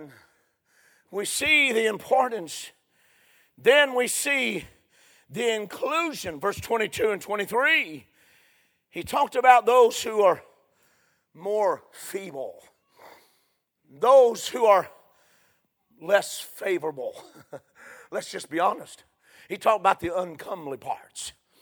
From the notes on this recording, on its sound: A sermon preached Sunday Evening, on May 28, 2023.